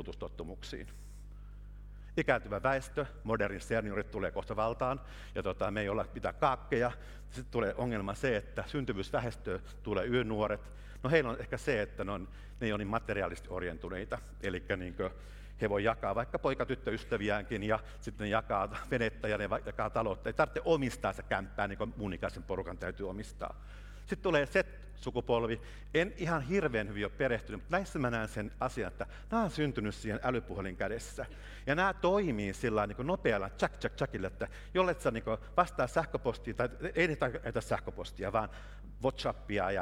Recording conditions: live audience